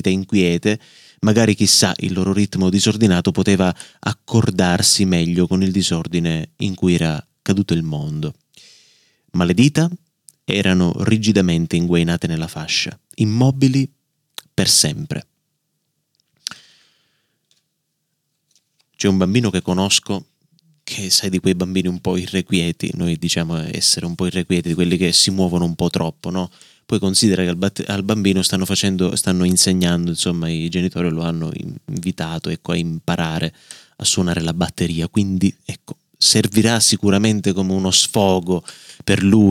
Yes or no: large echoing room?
no